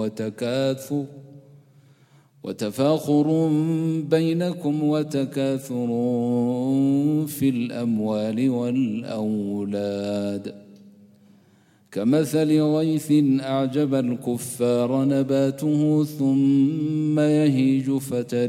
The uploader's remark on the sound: Programme at the Houghton Masjid (West Street)